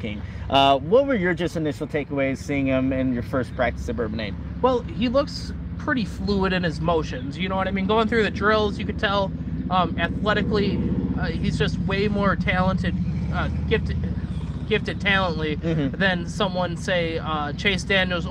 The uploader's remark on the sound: Bear through the background noise and take a listen to our final report from Bears Camp.